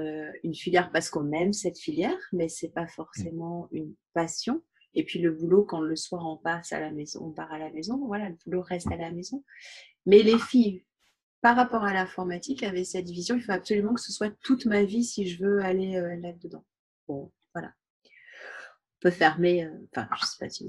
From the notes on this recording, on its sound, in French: Et tout cela semble contagieux par visioconférence.